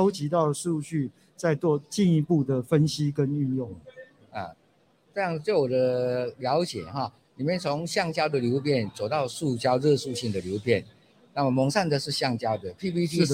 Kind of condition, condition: setting, busy venue